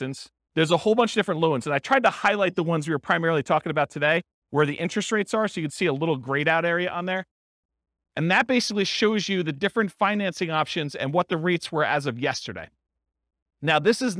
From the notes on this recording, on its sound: This was a live class recorded